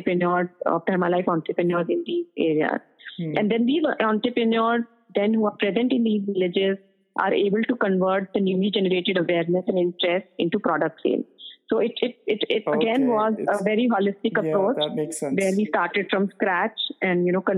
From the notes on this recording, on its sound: This was one of my very first recordings - so the audio quality is not as good as it should be (recorded via phone).